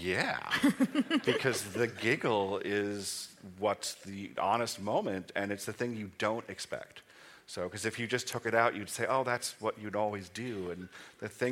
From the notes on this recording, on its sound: Recorded live at the Nordic Media Days Festival in Bergen Norway.